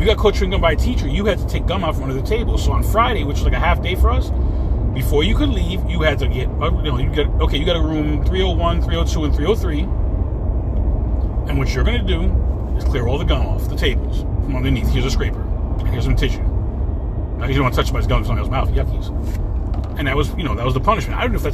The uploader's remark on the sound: In this CarCast